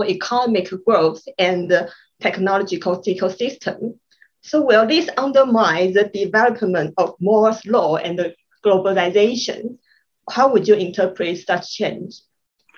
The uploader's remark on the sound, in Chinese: 本集節目內容取自遠見雜誌團隊線上專訪錄音。